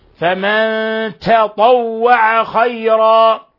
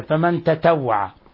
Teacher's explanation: ولنلاحظ ضرورة التفريق في المخرج بين التاء والطاء، نقرأها تطوع، نرقق ونفخم، التاء مرققة لأنها حرف استيفال، حرف مرقق، والطاء مفخمة، بل هي أكثر الحروف تفخيما، فنظهر تفخيمها. · Shown in: first take